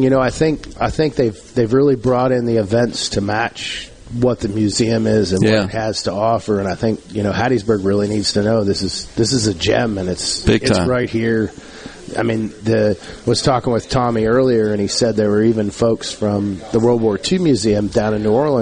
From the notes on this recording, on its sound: LIVE from the Armed Forces Museum at Camp Shelby!